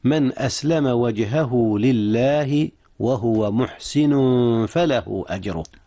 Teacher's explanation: أخفي التنوين محسن فله قبل الفاء إذ هي من حروف الإخفاء